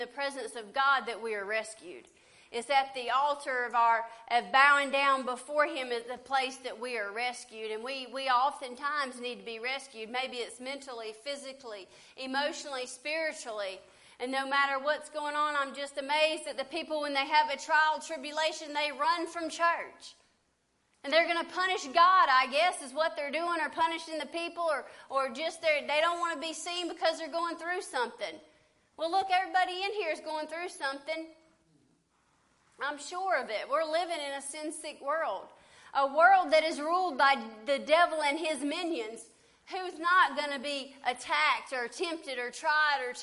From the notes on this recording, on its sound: LIVE SERVICE. Preaching at Family Worship Center in Athens Tennessee.